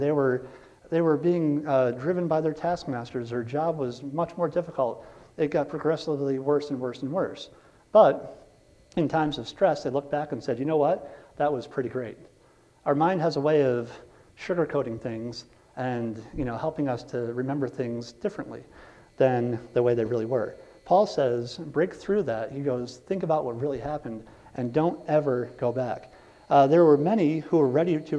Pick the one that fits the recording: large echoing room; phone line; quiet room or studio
large echoing room